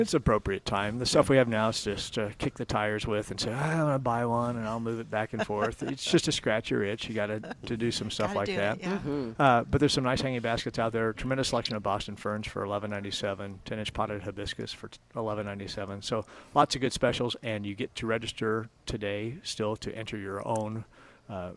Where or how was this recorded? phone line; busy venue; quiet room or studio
busy venue